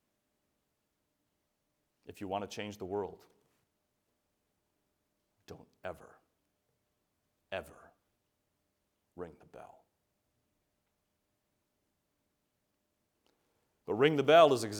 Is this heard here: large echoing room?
yes